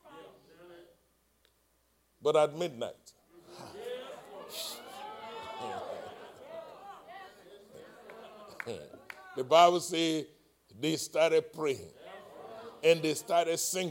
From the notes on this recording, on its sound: live-recording